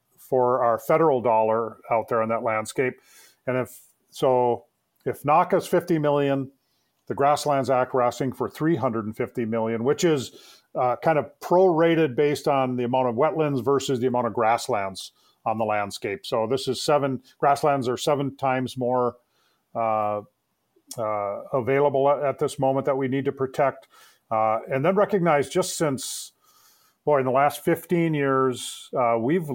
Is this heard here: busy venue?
no